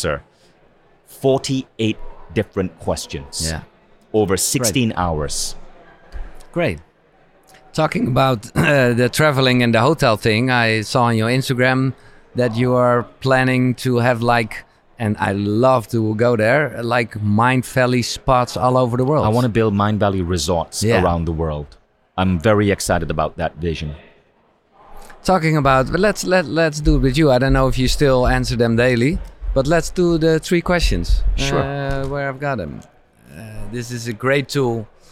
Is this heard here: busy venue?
yes